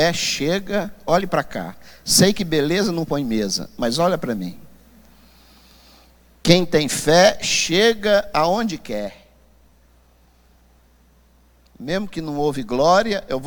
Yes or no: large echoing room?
yes